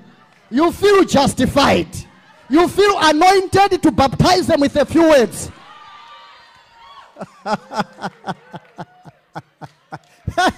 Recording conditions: large echoing room